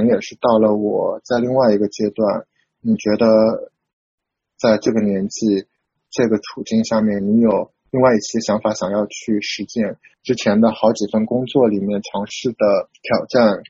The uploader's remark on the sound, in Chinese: 远程连线录制的关系，音质称不上完美，收听可能需要一些耐心。